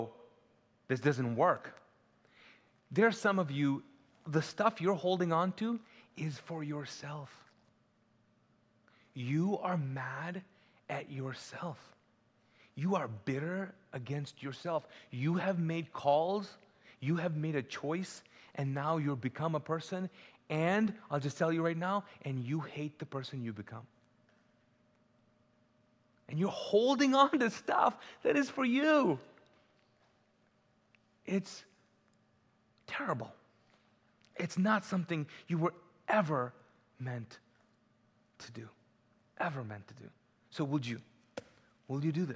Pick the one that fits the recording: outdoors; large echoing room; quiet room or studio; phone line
large echoing room